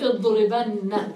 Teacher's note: عبارة عن نونين، الأولى ساكنة والثانية متحركة، عندما ندمج بينهما تصبح نونا مشددة · Term: نون التوكيد الثقيلة